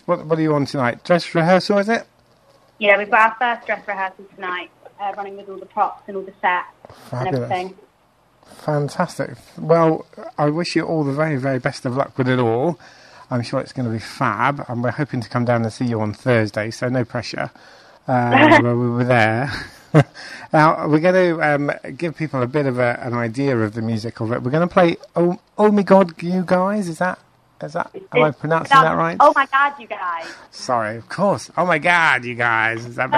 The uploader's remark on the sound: joined on the phone